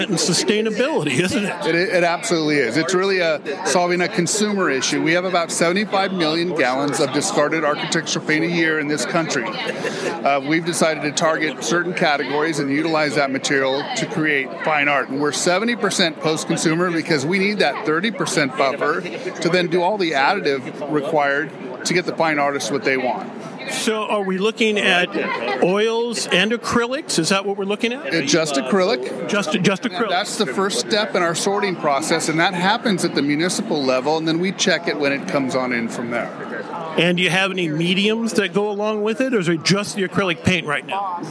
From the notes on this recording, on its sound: NAMTA Trade Show. We are on the trade show floor of the 2023 National Art Materials Trade Association convention.